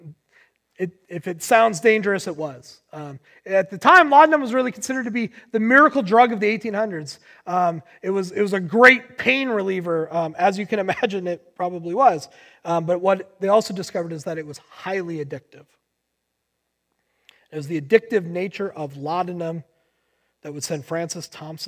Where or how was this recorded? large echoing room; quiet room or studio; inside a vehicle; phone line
large echoing room